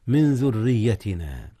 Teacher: أخفي نون من قبل الذال إذ الذال من حروف الإخفاء، أما الراء في ذريتنا المكسورة فهي مرققة، إذن حكمان معا. · Term: ترقيق الراء